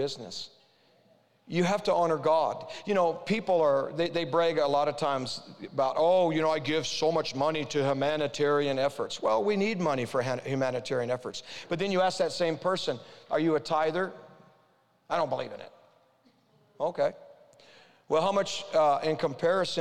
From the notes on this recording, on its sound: This episode is a session release from Ignite ‘22, an Ignite Christian Business Conference.